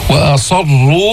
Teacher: فخم الراء مع تشديدها، مضمومة فإذا هي مفخمة · Term: تفخيم